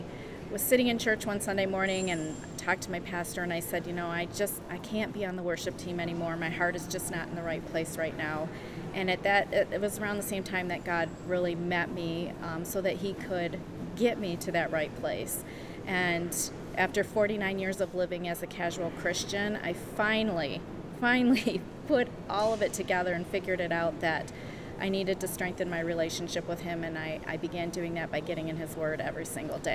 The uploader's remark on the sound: LIVE from CPE 2022!